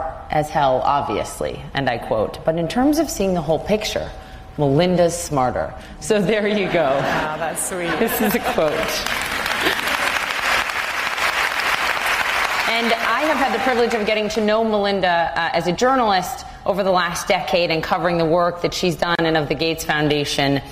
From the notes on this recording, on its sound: Recorded in Dallas in front of a live audience on "The Moment of Lift" book tour.